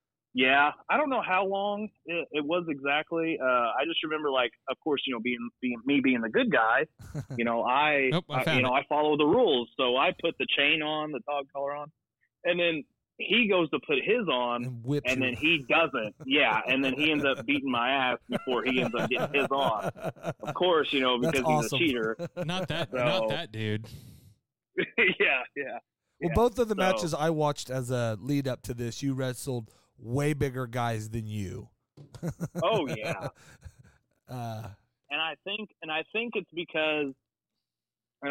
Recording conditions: phone line